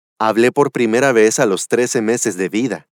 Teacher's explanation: Ele faz o som de V, tanto no B quanto no V, nas palavras hablé, pes, vida.